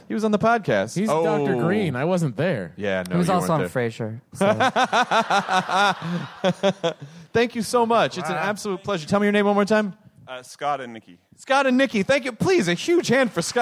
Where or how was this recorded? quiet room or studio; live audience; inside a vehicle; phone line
live audience